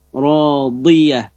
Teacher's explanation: Huruf dha di tepi lidah, radiyah, ya, tepi lidah ke atas.